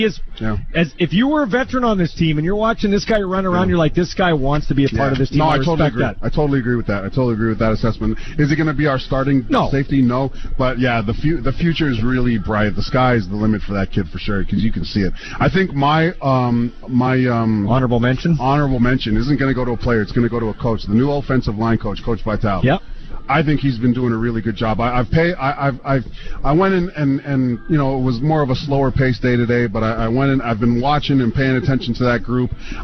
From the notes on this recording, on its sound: LIVE in Saskatoon for #Riders Training Camp